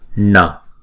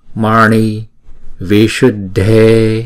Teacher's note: Chữ N là uốn cong lưỡi lại búng ra